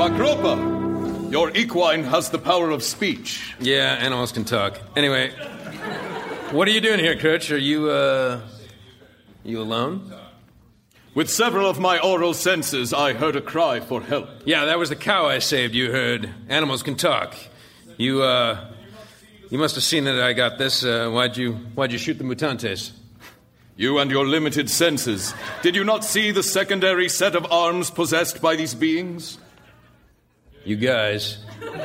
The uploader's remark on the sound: Recorded Live 5/2/2011 at Largo, Los Angeles.